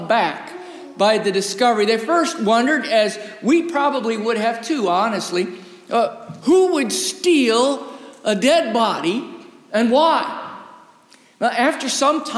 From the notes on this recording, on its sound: Recorded live in the historic, 317-year-old sanctuary of (Old) Rehoboth Presbyterian Church, the "Birthplace of American Presbyterianism".